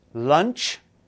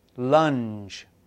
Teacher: This creates the ch and j sounds. The difference between ch and j is that ch is voiceless ch. And j is j.